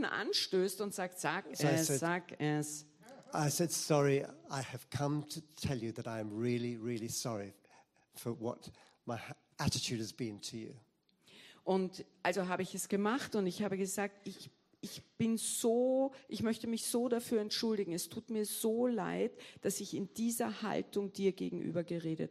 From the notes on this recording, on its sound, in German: Gottesdienst live aus der LIFE Church Wien.